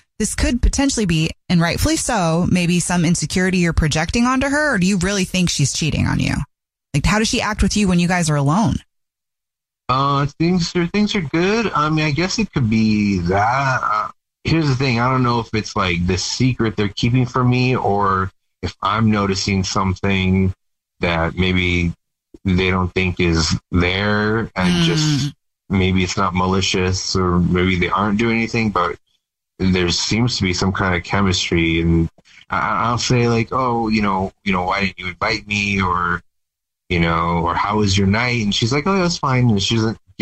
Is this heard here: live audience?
no